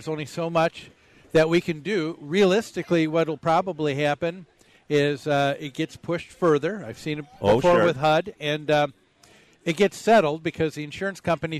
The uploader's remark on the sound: Live from the MN State Fair